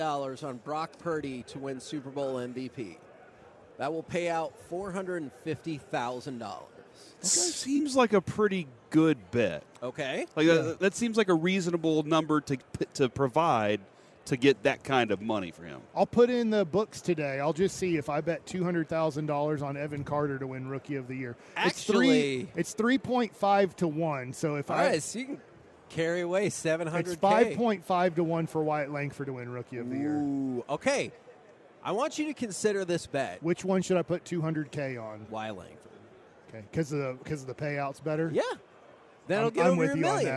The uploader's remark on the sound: LIVE from Radio Row in Las Vegas!